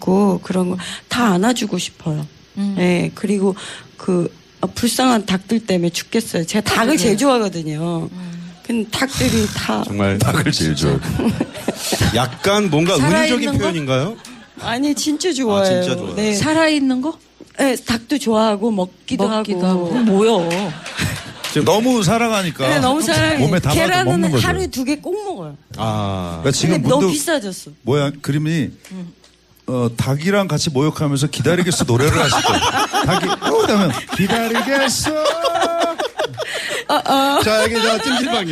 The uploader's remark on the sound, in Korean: 연말특집 공개방송 토닥토닥 2016 콘서트